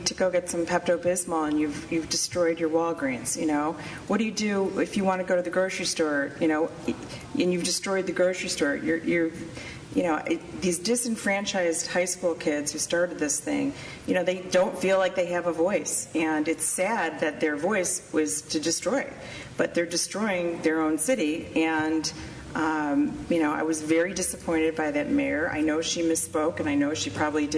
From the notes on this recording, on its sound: LIVE from the hottest home furnishings consignment warehouse in Chicago, Coyle &#38; Herr. LIVE from the hottest home furnishings consignment warehouse in Chicago, Coyle & Herr.